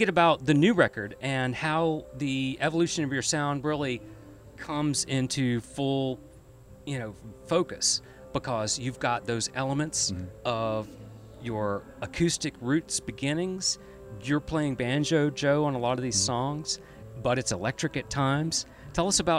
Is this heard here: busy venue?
yes